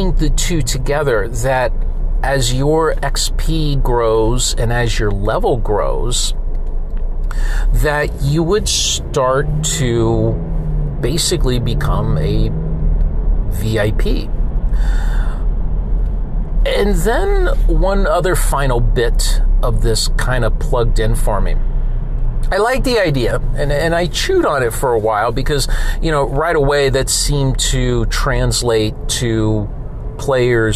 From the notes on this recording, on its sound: Sorry for the road noise! Commuting episodes can be like that.